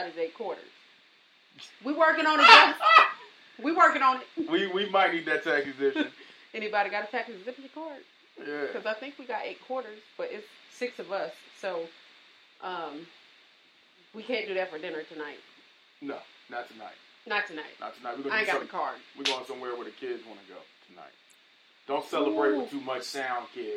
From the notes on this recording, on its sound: Rough Audio from our Live Sessions